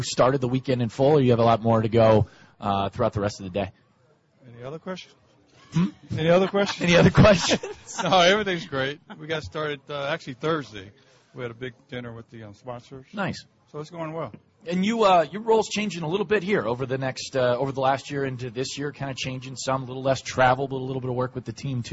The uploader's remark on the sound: Live from SoxFest 2017.